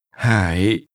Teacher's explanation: This restaurant's name is pronounced with low, falling, rising. Hải. And rising tones.